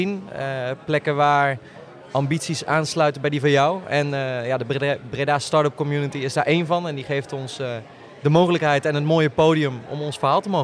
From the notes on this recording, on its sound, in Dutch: Live podcast vanaf de finale van de 2022 Breda Startup Awards. We hebben gesproken met de finalisten voorafgaand aan de uitreiking en uiteraard met de winnaars na de finale.